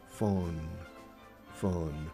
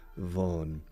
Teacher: Con V, que suene una V, que es como una F vibrada, como si fuera casi con F, fon, fon. Y luego vibras las cuerdas vocales con la F y ya tenemos la V inglesa · Shown in: second take